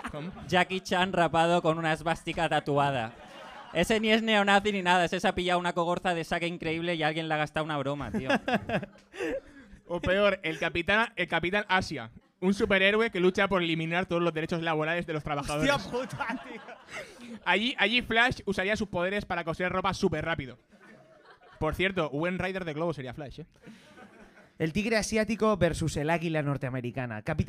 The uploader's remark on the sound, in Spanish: En Octubre llevamos a cabo un Live Show muy duro del cual solo se conserva la mitad.